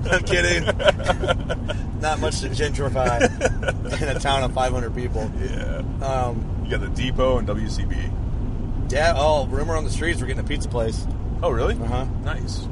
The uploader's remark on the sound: While on our way down to Tennessee. I love doing these road trip podcasts, but they are definitely not studio quality.